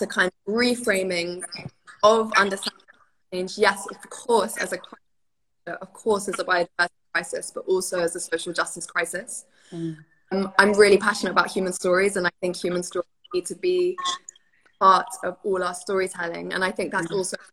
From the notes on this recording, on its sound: This Talk is part of an Instagram Live Series